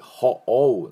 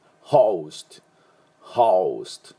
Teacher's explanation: この O の音ですね、実はアルファベットの O の音と同じで、あのホストじゃなくてホオウなんだ · Term: ダブル母音